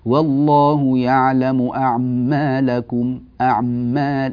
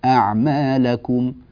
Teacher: أنبهك إلى أن أحيانا المعتنين بالصوت يأتون بلحن خفي جدا، كما قرأت مثلا والله يعلم أعمالكم أعمال، شفت هذه السكتة الخفية أو الضغطة اليسيرة على الميم أعطتها شيئا من التشديد · Shown in: first take · هذا غير صحيح، أعمالكم هكذا أحسن، أما أعمى سكنت ثم فتحت فهذا غير صحيح.